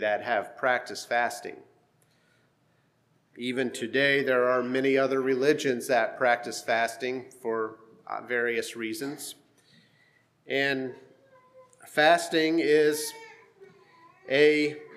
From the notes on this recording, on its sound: Sermon preached at HMC, October 29,2023